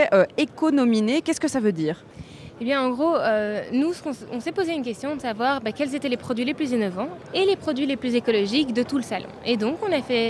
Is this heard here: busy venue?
yes